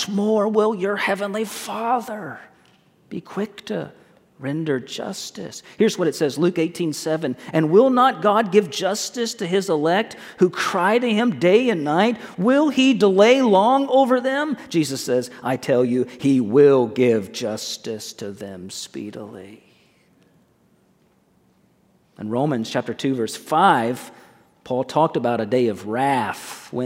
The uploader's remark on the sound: At First Baptist Church in Mount Washington, KY.